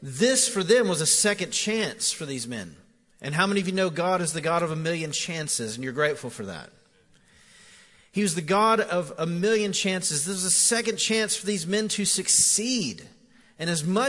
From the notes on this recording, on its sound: Recorded live at The Fellowship at Mt Juliet on May 12, 2019